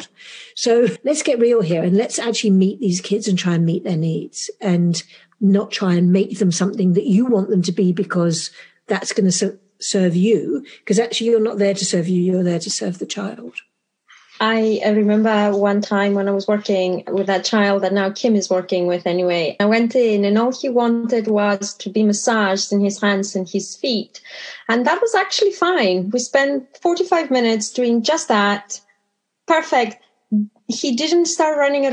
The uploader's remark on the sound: I reconnect through zoom